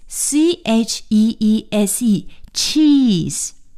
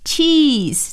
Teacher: 这是长音的 e，咱们的嘴呢要向两边咧 cheese，哎，才能发到家。那么在照相的时候啊，中国人是说，哦，说茄子。说茄子的时候呢，大家就笑了，好像是一个笑的感觉啊。那么在英文里呢，我们不能说茄子，说什么呢？Saycheese， say 是说的意思。那么这个拿着照相机的人呢，通常要跟被照相的人呢说 saycheese，也就是让大家说 cheese 这个词。那么这个词我们说对了，也就是看起来呢像在微笑。所以现在大家 everyone，大家一起。Cheese，咱们一起说 cheese。好了，说完了干酪，咱们再来看看这个西红柿的说法，tomato，T-O-M-A-T-O，tomato，西红柿，tomato，美音的发音呢是念成 tomato，T-O-M-A-T-O，tomato，所以 tomato 和 tomato 都是对的。再来看看牛肉的说法。上次啊，我们学过了这个肉的总称叫